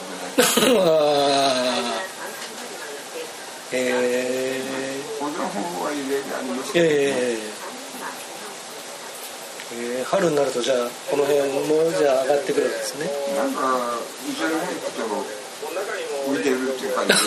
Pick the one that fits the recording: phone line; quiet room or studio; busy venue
busy venue